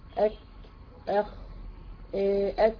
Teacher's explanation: الهمس فيها برضو قليل شوية عشان صفة الاستعلاء اللي فيها. بالنسبة للخاء والكاف والتاء برضو فيها ايه؟ فيها همس، ولكن الهمس فيها ضعيف، اك اخ أت، وعلشان برضو الايه صفة الشدة اللي فيه.